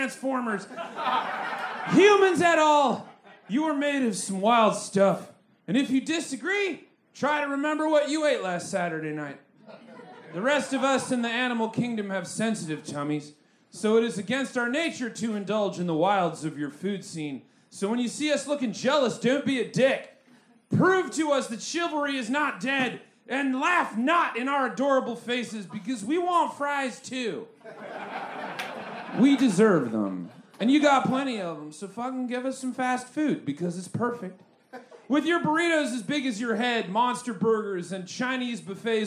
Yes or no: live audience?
yes